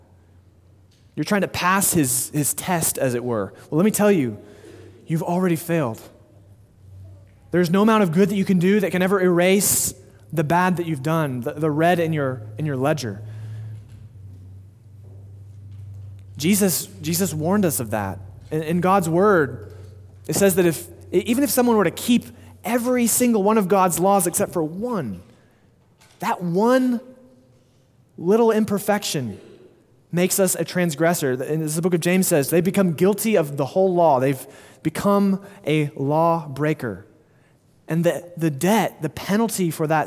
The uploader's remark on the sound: Sermon delivered at Immanuel Baptist Church in Springdale, AR on August 28, 2022